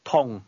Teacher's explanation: Did you hear the mid-falling tone?